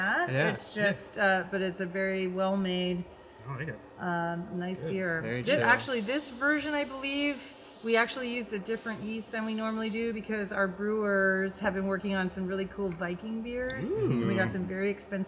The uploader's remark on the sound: Live! From MacLeod Ale Brewing Co.